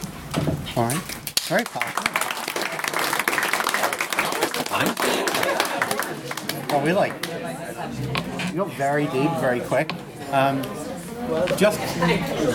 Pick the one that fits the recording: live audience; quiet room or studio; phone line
live audience